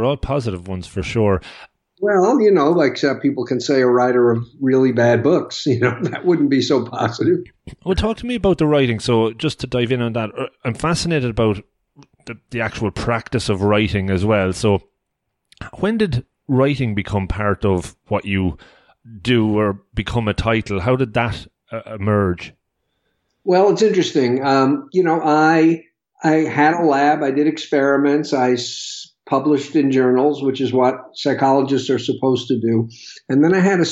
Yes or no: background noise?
no